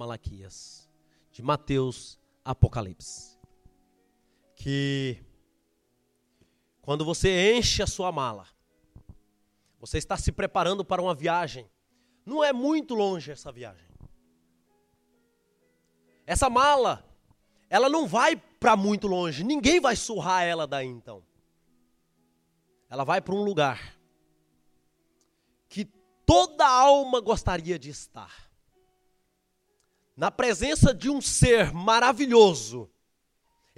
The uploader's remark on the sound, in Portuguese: Gravado no nosso culto de jovens, Gerados Night.